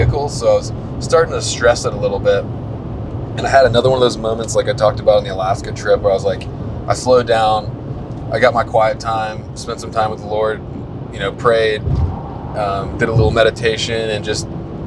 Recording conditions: background noise